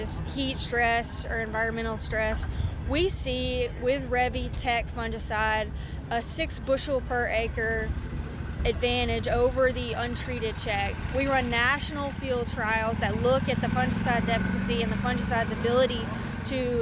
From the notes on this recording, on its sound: Farm Progress Show 2023- BASF. During the 2023 Farm Progress Show.